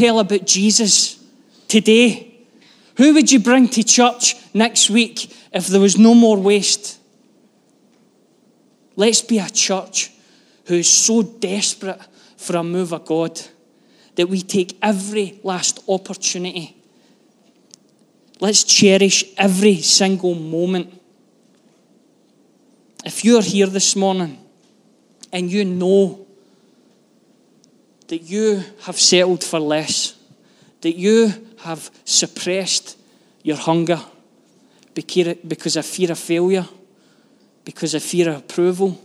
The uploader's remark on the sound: Live from our Sunday gathering on 05/03/23